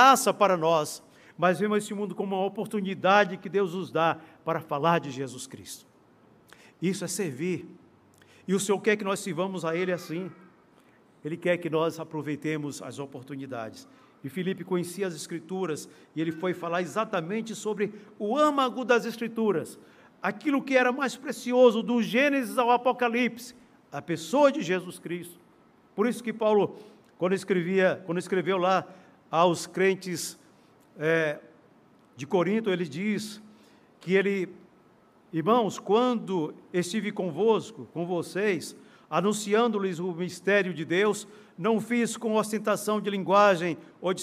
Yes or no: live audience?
yes